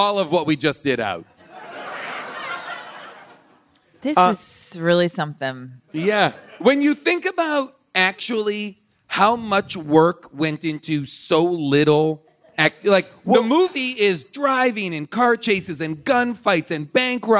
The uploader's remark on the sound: Hypnotic LIVE! LIVE from Largo in LA.